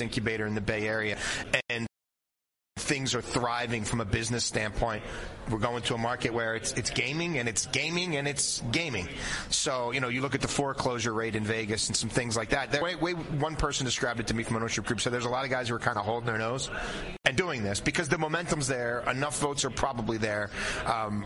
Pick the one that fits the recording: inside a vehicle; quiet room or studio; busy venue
busy venue